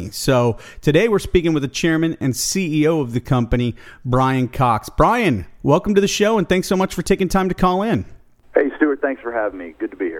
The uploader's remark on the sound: called in to SmallCapVoice